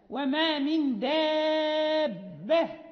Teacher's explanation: يعني لا يمر الهواء ولا الصوت مع الدال، إنه حرف نعم مجهور وشديد، يعني لا يمر معه لا هواء ولا صوت أثناء النطق.